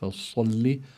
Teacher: أما الصاد فيها الاستعلاء، يعني يستعلي اللسان إلى الحنك الأعلى، وفيه كمان صفة الإطباق. الإطباق بمعنى أن طائفة من اللسان تطبق على الحنك الأعلى.